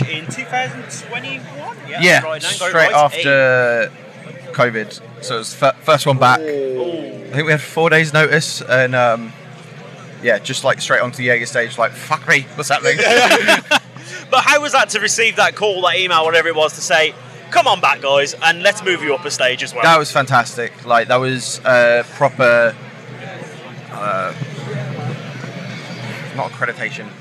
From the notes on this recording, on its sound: From our 'Live from Bloodstock 2023' series.